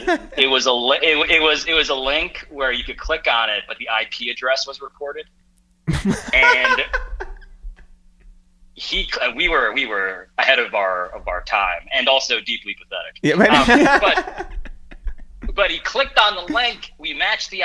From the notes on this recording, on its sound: We make calls from our Upper West Side apartment. Then we get on the phone with our friend.